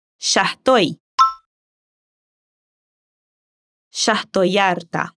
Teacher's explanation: casi no pronuncia la E de estoy. En vez de eso, une las dos palabras.